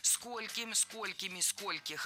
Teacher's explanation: В слове «сколько» во всех формах ударение ставим на первый слог.